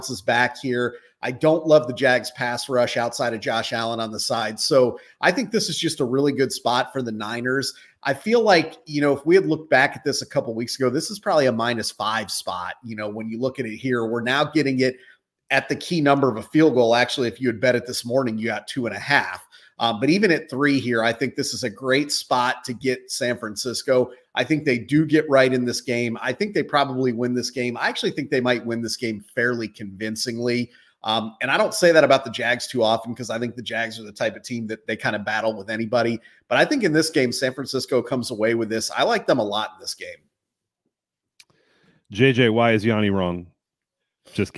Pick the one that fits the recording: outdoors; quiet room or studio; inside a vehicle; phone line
quiet room or studio